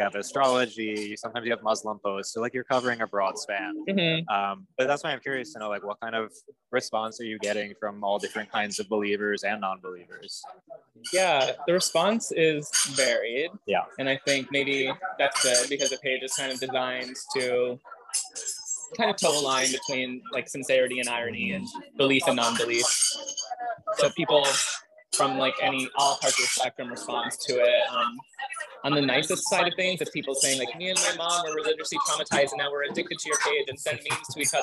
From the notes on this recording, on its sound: a live pod at Cafe Reggio in the Village